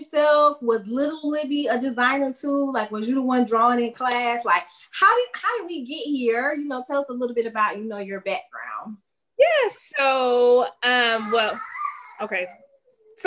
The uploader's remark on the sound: Originally created for Facebook and Zoom so quality may not be the highest.